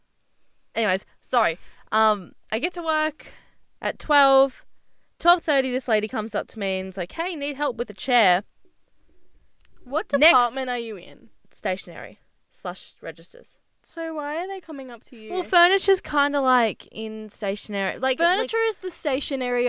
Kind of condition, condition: setting, inside a vehicle